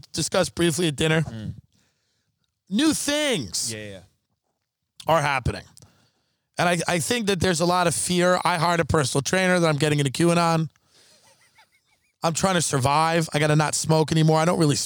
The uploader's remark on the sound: After a series of unfortunate events in the desert. Are forced to record outside in the dark.